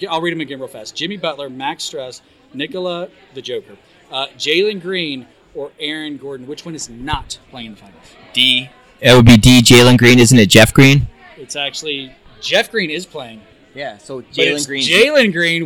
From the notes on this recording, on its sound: We are live at the ZimVie Dental Annual Sales Meeting. This meeting was a ton of fun and held in Palm Beach Gardens, FL at PGA National Resort.